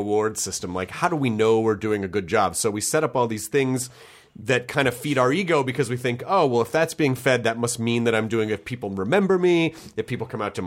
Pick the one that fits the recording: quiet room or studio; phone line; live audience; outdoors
quiet room or studio